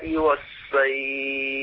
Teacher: الصاد في كلمة الصيف فيها استعلاء وإطباق، فاحذر حتى لا تصبح بالسين